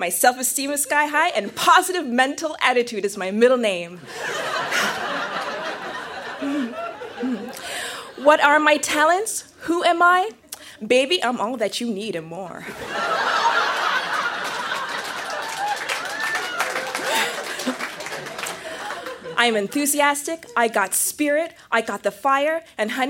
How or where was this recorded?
live audience